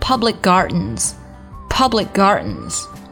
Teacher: 读后面的这个 g 的音就可以了，前面的这个 k 的音就不要读了，就读成 public gardens 就可以了。Public gardens。或者说呢，你把这个 public 的 k 做一个失去爆破处理，咱们得到的效果也是几乎差不多的啊。Public gardens, publicgardens。好，最后呢，我为大家慢速和长速读一下今天的打卡例句。首先呢是慢速版，Postcards always spoil my holidays.